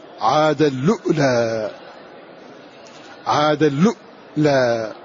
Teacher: قالون يقرأ بهمزة ساكنة بعد اللام المضمومة بدلا من الواو